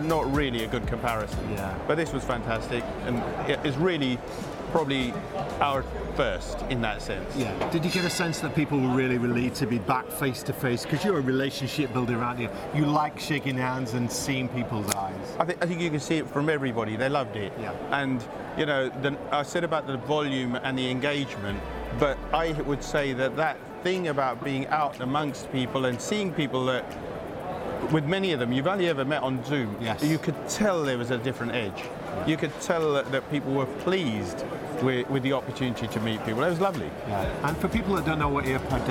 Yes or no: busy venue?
yes